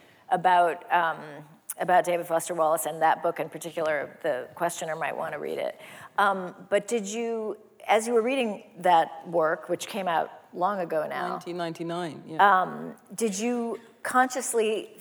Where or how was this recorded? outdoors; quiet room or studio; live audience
live audience